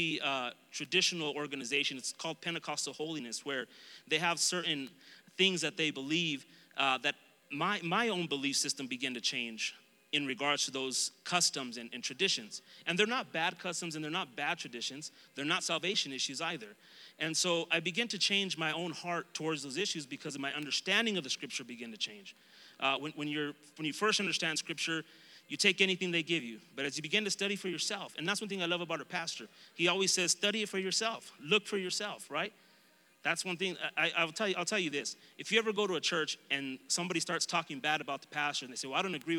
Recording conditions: live audience